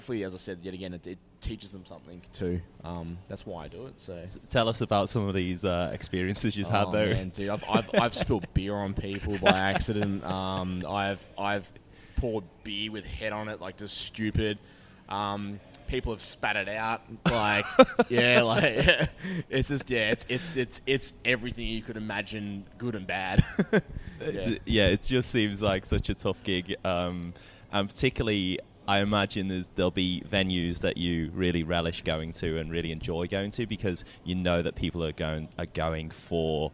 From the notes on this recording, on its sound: The episode was recorded at the brewpub in Cheltenham.